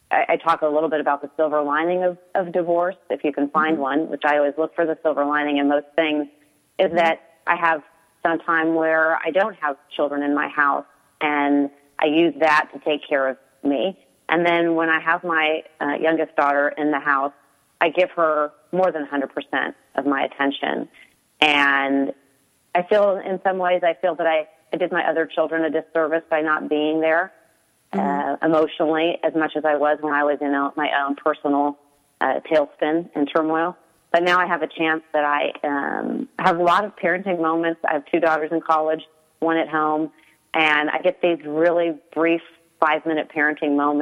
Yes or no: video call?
no